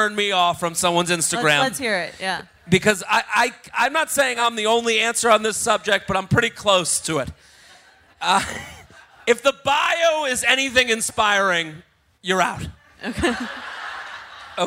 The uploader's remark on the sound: Recorded live.